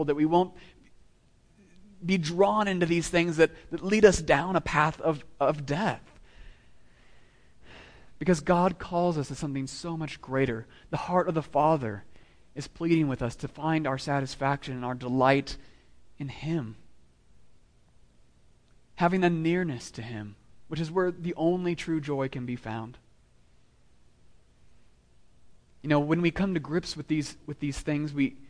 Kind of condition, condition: setting, large echoing room